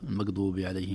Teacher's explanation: القاف تنطق مثل الغين، والغين تنطق مثل القاف